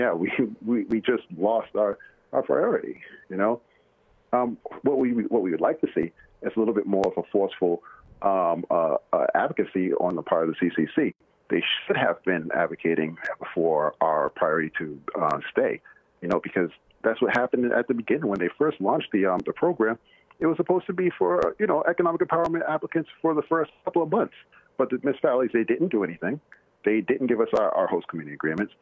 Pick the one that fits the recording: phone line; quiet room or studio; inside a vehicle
phone line